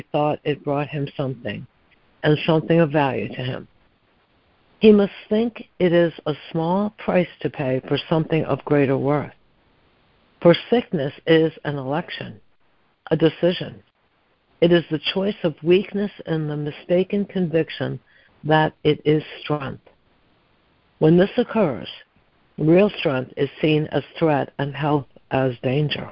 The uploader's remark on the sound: ACIM Daily Conference Call.